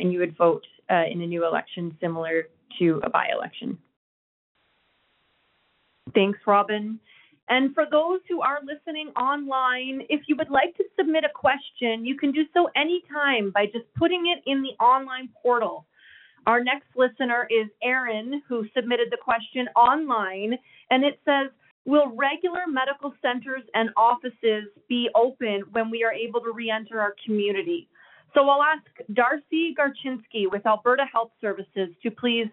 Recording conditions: phone line